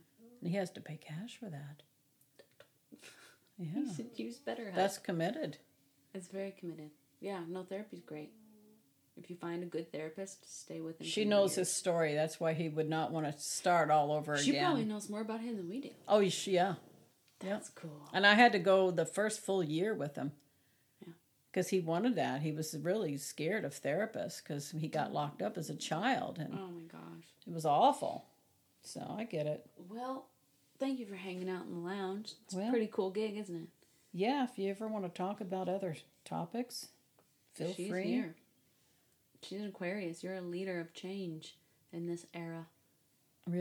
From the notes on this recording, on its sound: The audio in this episode is quiet, as we were sharing one mic on her front porch.